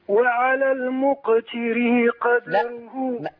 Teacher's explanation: ما تزودش كسرة الراء حتى لا تتولد ياء